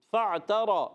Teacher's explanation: فا کو عین سے ملائیں گے. عین حرف حلقی میں سے، حلق کے درمیان والے حصے سے، تا پر زبر، را پر زبر.